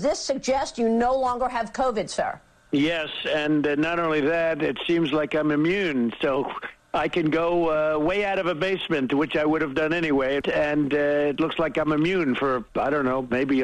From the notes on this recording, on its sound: call in to the show